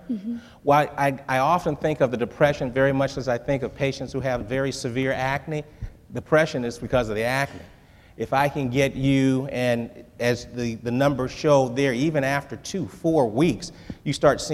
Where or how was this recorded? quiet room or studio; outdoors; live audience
live audience